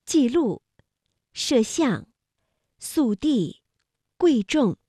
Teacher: 在去声音节之前则由全降变成半降，调值由51变成53